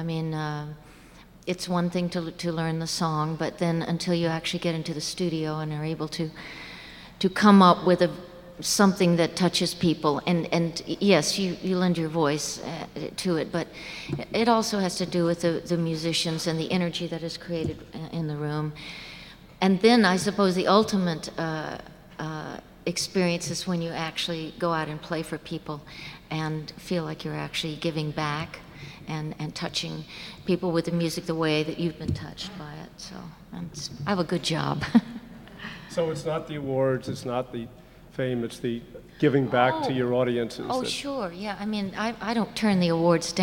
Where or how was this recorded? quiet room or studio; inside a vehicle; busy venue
busy venue